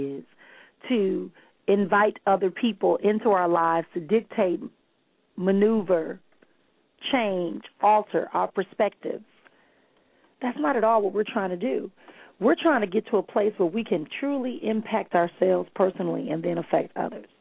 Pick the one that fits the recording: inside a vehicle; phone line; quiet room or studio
phone line